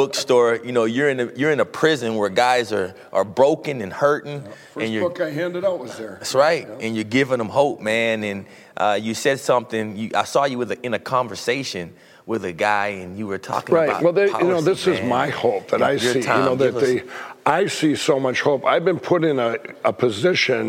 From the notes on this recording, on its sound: on location at the House of David in Fairland, OK for this memoriable show.